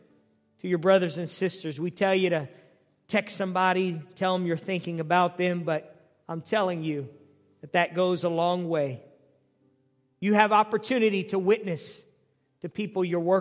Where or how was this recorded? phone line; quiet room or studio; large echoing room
large echoing room